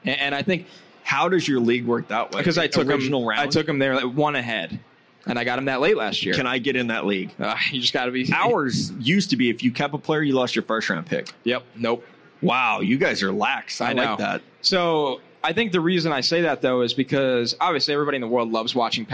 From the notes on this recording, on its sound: live at Caesar's Palace in Las Vegas!